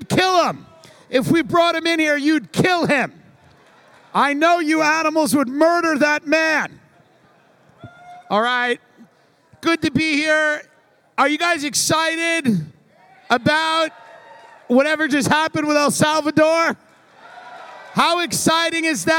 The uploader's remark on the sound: Live from the Bitcoin Conference in Miami. They handle a few hecklers.